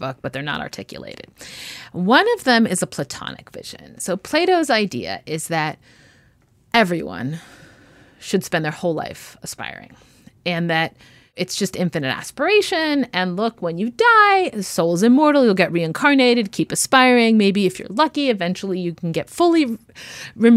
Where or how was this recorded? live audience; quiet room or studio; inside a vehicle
quiet room or studio